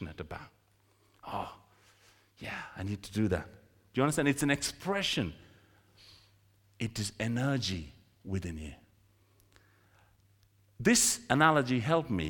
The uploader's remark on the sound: This sermon was recorded on Sunday 21st January 2024 at our Great Denham venue.